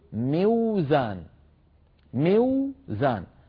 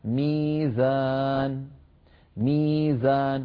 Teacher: موزان لا تنطقها العرب هكذا، فإن وجدت واو ساكنة وقبلها كسرة فإنهم يقلبون الواو ياء من أجل مجانسة الكسرة التي قبلها · Shown in: second take